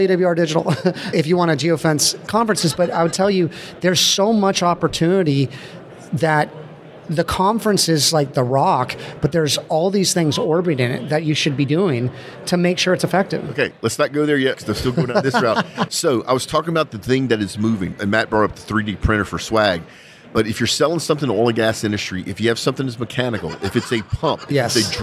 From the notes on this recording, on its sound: Recorded live. Podcast pavilion.